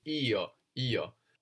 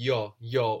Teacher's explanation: Io, when it stands alone, but maybe a little more like yo, when you hear it in a sentence.